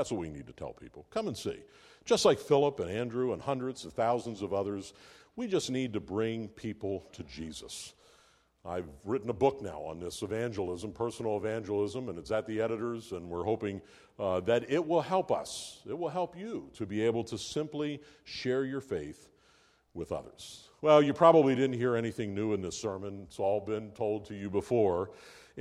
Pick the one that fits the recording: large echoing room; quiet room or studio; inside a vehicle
large echoing room